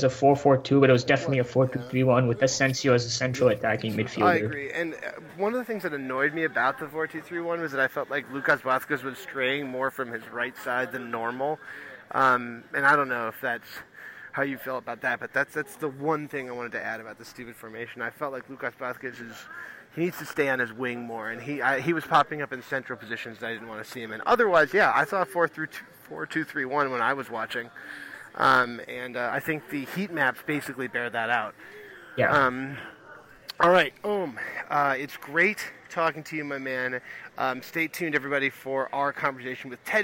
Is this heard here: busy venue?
yes